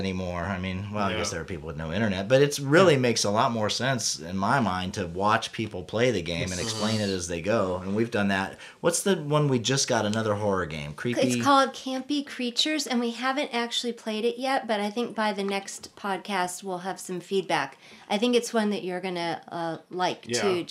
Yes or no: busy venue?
no